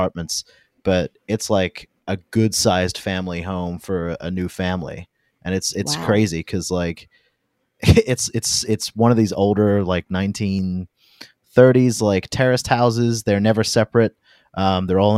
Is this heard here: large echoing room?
no